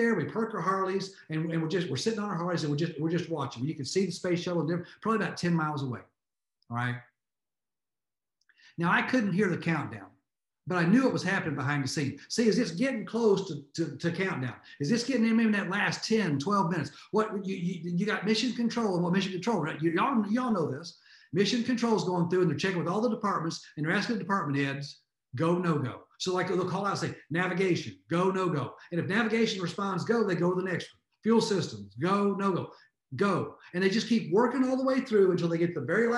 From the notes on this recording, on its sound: Surge365 Zoom Update Replay